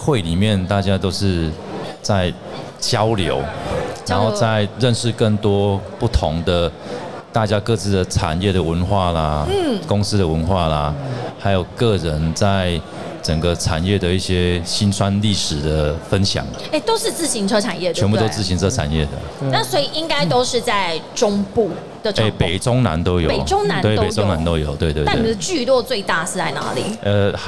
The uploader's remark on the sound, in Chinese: 2022 Taipei Cycle台北國際自行車展-Live Podcast